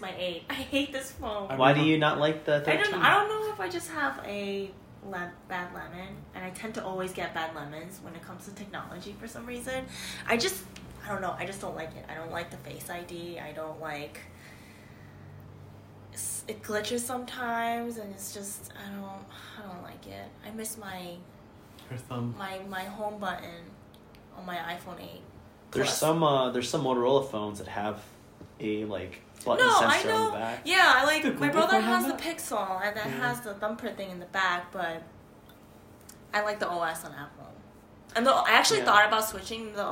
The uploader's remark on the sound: Excuse the random background noise, still getting a hang of equipment.